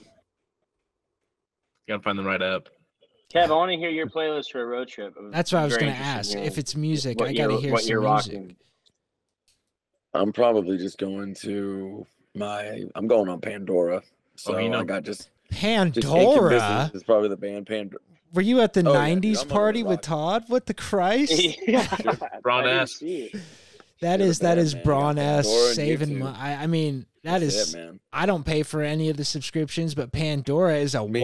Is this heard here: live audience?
no